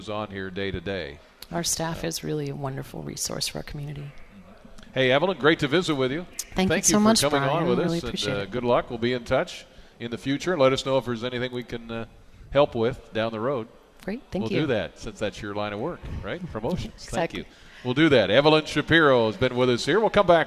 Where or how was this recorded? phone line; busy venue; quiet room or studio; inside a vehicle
busy venue